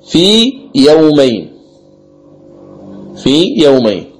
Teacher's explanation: يكون في الياء الأولى المدية، يمكن القارئ مدها بمقدار حركتين حتى يحذر من الإدغام · Term: مد التمكين